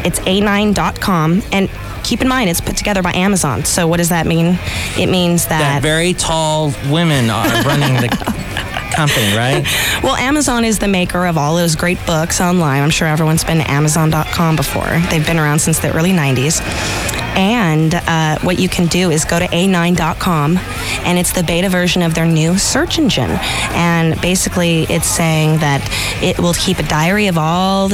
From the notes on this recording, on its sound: podcasts live from Café Anyway